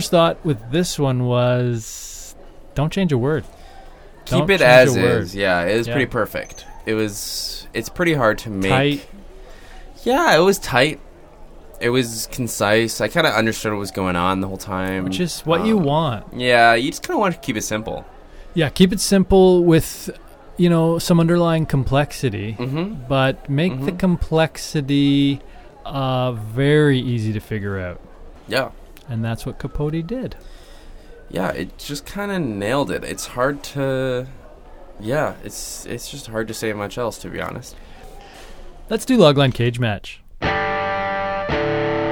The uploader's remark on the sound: on location at the lovely Minneapolis-St Paul International Airport